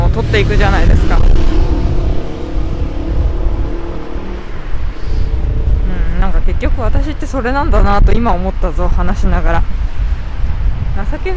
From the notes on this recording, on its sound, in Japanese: 帰り道に収録しました。